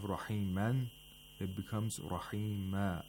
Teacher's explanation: rahiman, it becomes rahima as a result of waqf. We have to read the alif al-mad and not the tanween al-fatha. · Term: Waqful Ibdal